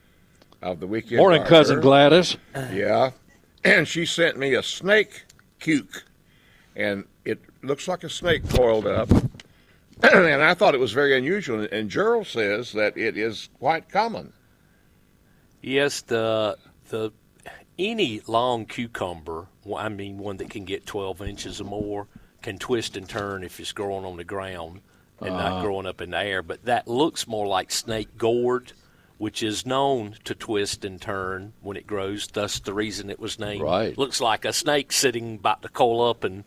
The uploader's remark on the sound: broadcasting live from Bell’s Carpet & Floors